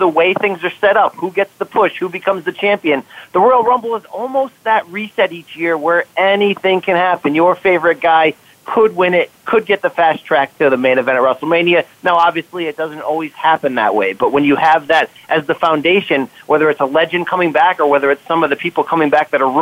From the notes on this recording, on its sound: we have invited experts, insiders, and fans alike to call